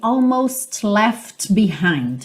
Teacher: Você não ouve direito esses T's e o D. · Term: consoantes oclusivas